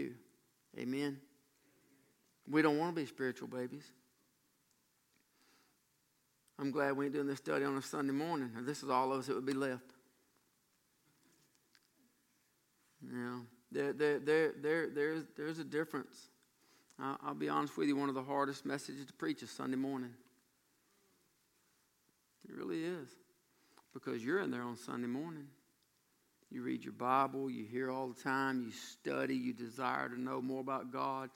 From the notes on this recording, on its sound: during the evening worship services on June 24, 2018